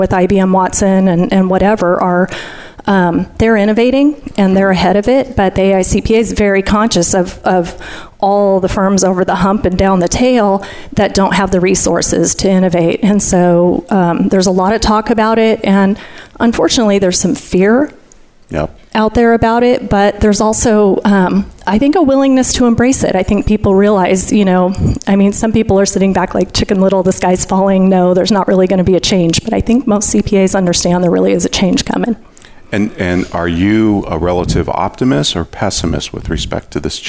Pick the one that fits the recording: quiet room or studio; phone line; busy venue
busy venue